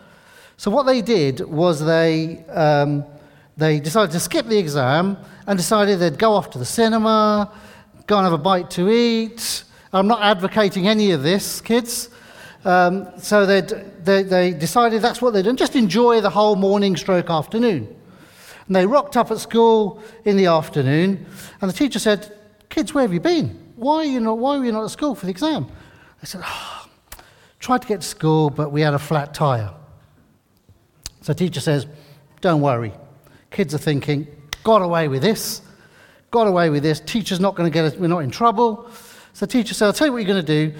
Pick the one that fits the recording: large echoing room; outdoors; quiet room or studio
large echoing room